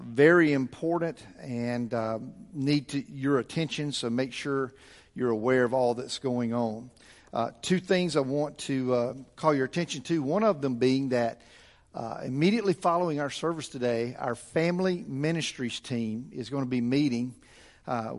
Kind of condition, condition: setting, large echoing room